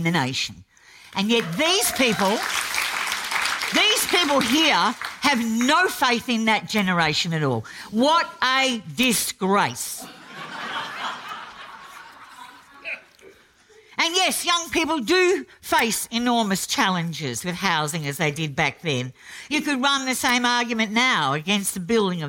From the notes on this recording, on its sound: A debate from our 50th Birthday Festival. This event was recorded live at the Sydney Opera House.